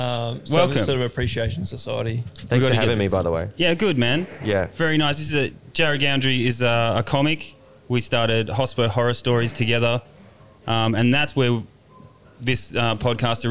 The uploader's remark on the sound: This is a fun podcast, so good to have all the original boys back together, on location at RoyAl’s burger in Wembley, Perth.